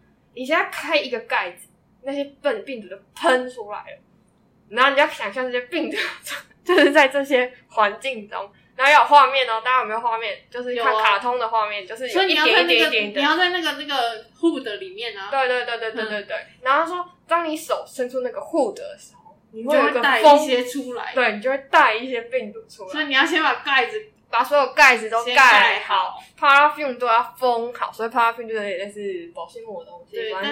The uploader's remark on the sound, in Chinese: 戴口罩錄音，聲音也悶悶的